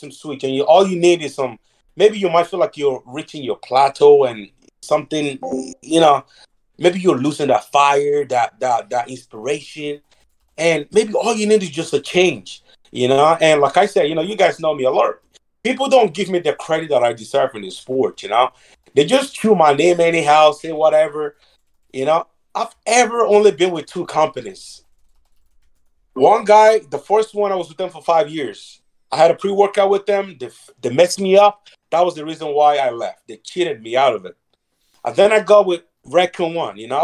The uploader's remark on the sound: MuscleTech held their first ever virtual press conference. A PricePlow Podcast episode that was live in our Discord chat. Note that the podcast audio file includes MuscleTech’s press conference, which is then followed by our Podcast episode.